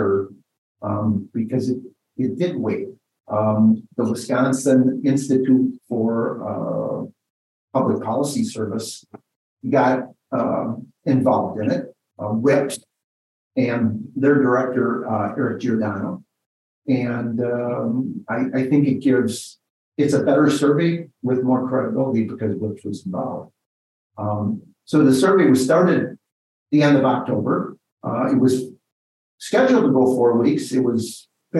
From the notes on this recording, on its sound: In a Zoom interview.